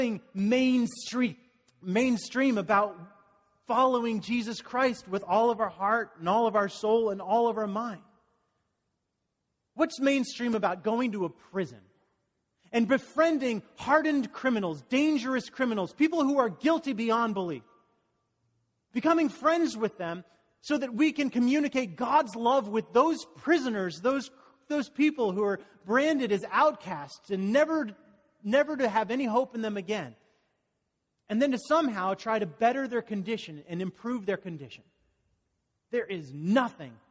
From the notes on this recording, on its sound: Message delivered during the Conteporary Worship service.